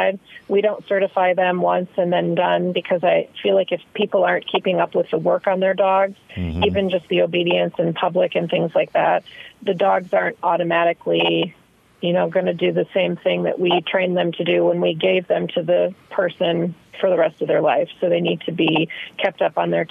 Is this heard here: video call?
no